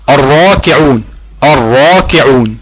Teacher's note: لو التجويف الفمي شكله من جوه كبير هيبقى الراء هتخرج مفخمه، لما يكون شكل التجويف الفمي صغير هتكون الراء مرققه، تمام.